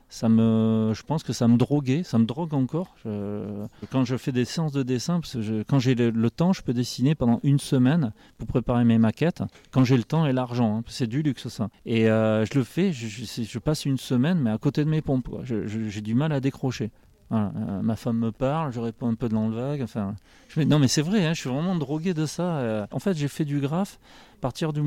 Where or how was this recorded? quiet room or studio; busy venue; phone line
busy venue